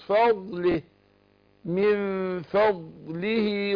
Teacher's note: ومن ضمن حروفه اللي هو الاستطاله، الاستطاله يعني امتداد الصوت لايه لطرف اللسان، يمتد صوت الضاد لغايه طرف اللسان